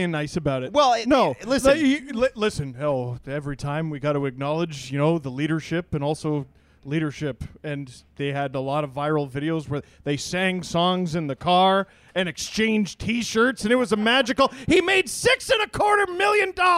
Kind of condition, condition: setting, busy venue